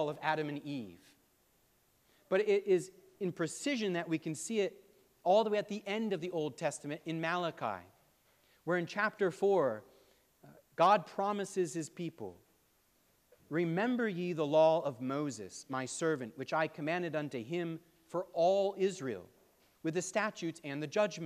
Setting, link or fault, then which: setting, large echoing room